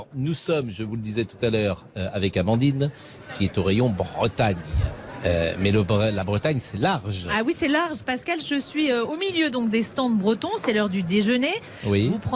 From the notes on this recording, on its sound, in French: Les Auditeurs ont la Parole en direct du salon de l'Agriculture